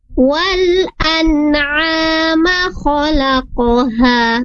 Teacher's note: Nah, saat mim di sini berharakat fathah, kemudian mimnya tidak ada alif setelah mim, maka tidak ada mat di sana atau tidak dipanjangkan